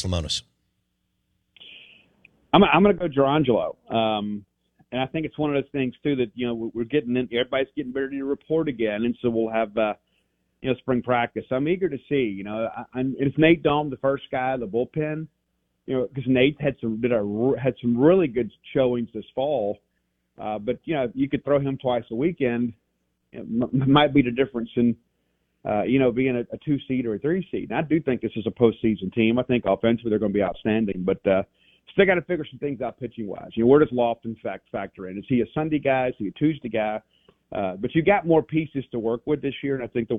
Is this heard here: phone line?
yes